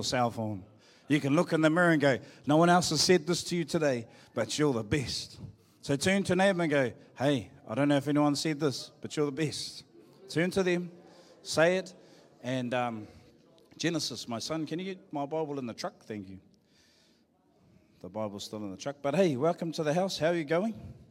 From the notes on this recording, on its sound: Live from IwiTapu Destiny Church Hawkes Bay